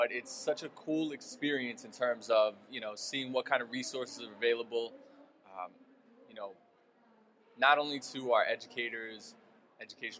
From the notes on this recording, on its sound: LIVE from the NJEA Convention. Broadcasted directly from the floor of the 2016 NJEA Convention in the TeacherCast booth.